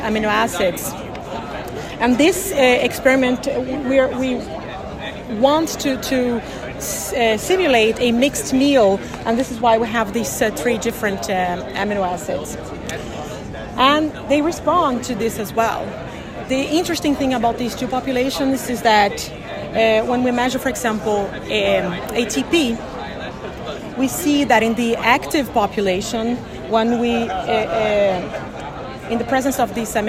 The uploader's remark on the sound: recorded during the ADA 2023 Conference